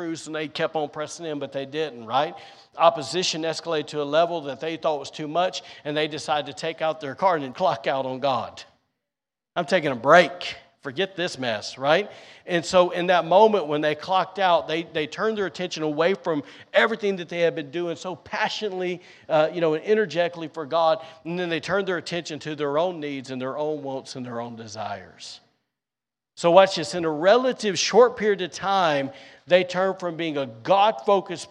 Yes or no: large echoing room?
yes